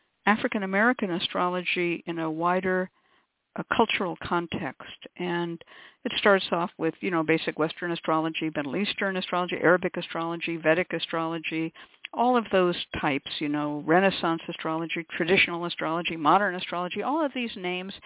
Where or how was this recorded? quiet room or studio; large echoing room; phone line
phone line